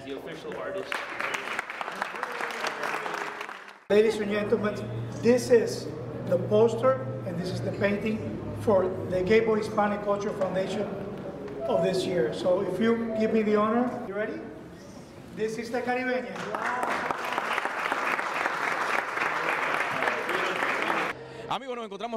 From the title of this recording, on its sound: ART EVENT IN MERCEDES BENZ OF CORAL GABLES